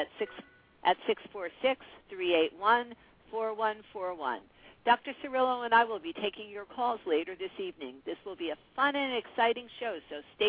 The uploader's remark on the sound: live call-in radio talk show